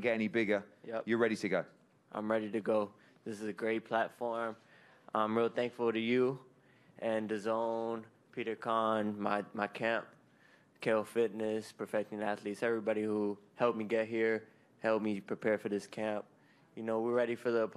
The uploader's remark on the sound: undercard press conference